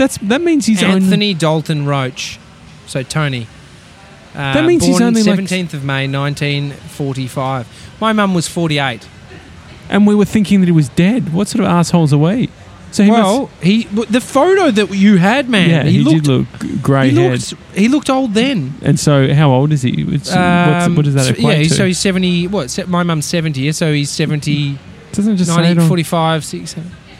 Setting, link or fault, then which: setting, outdoors